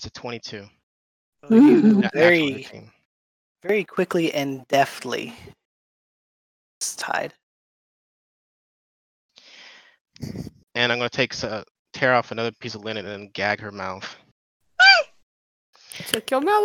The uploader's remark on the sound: this session did not record correctly and is of very low quality